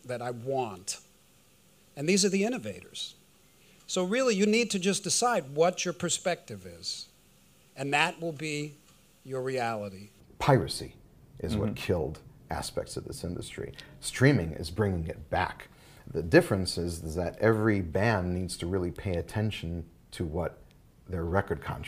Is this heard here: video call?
no